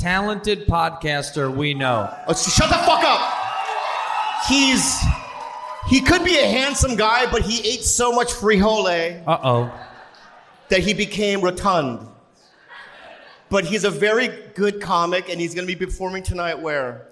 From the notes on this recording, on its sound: Disastrous First Live Show